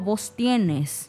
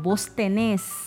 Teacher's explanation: La norma de nosotros es que usemos el voz pero que el, además del pronombre cambie el verbo, porque yo no digo vos tienes, yo modifico ese verbo, lo vuelvo agudo, lo vuelvo monoptongado · Shown in: second take